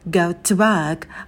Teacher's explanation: У нас будет звук «шва» такой расслабленный, и мы сильно предлоги не выделяем.